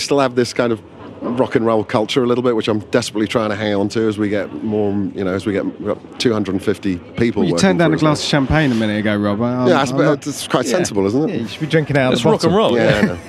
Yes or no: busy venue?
yes